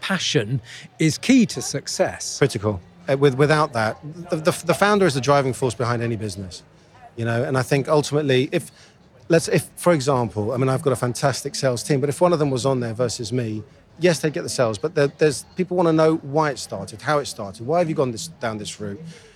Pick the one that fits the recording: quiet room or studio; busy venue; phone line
busy venue